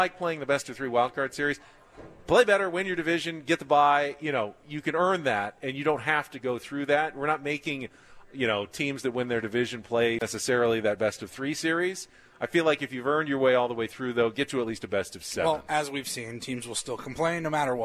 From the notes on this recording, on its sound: Day 2 from Padres Fantasy Camp in Peoria, Arizona